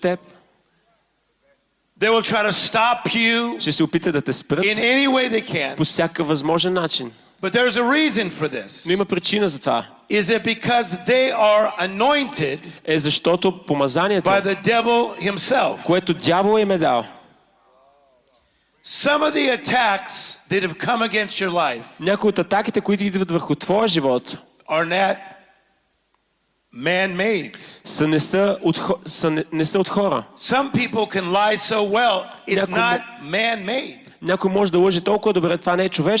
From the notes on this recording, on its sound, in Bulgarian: записано на Конференция Пробуждане 2023 - "Отвъд Стените"